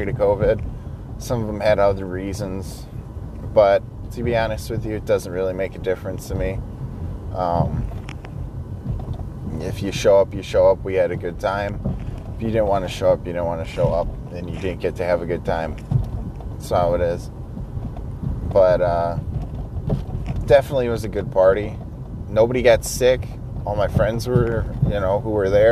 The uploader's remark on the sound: talking to myself while driving to work